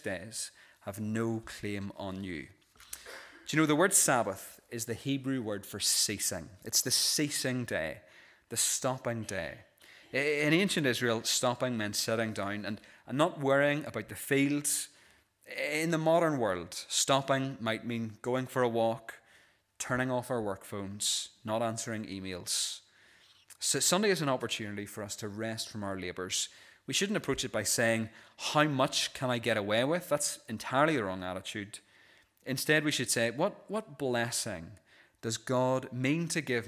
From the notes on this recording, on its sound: This is the recording of the Bible reading and sermon from our evening service on Sunday 26th November 2023.